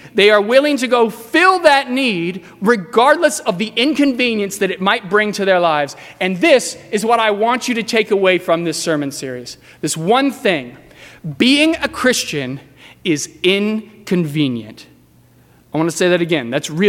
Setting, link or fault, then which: setting, large echoing room